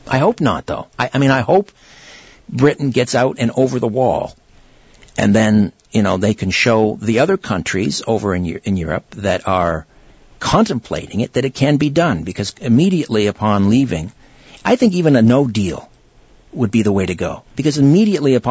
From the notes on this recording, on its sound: It's an hour of open phones. Callers from across North America!